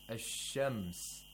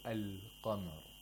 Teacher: that sun letter becomes mushaddad, and the lam becomes silent. · Shown in: first take · Term: sun letters